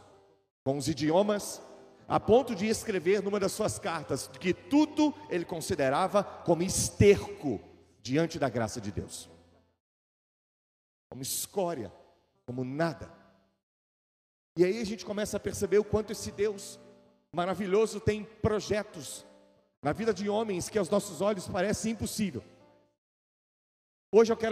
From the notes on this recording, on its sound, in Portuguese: Gravado ao vivo na igreja.